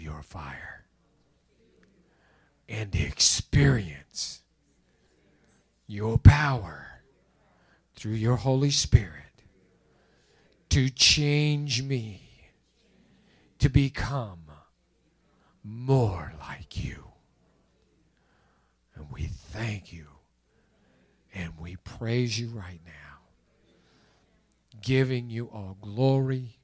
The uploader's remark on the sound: recorded March 28, 2021 at Open Bible Church in Lawrenceburg, KY.